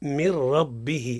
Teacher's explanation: إدغام بغير غنة، إدغام بغير غنة، بلا بلا غن. غن، نعمل الإدغام وما نعملوش الغن